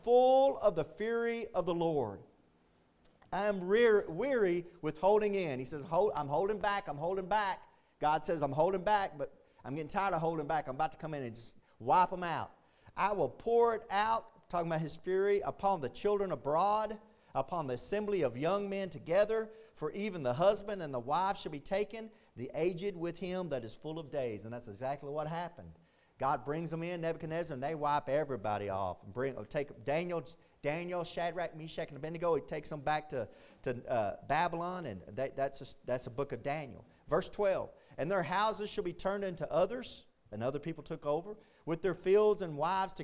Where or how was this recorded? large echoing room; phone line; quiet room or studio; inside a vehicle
large echoing room